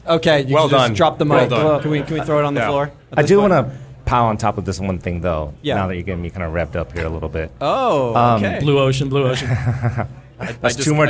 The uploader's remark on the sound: This special episode was recorded in front of a live audience during the recent AAO in Miami. At Bodega Speakeasy during the AAO Annual Session in Miami Beach, FL.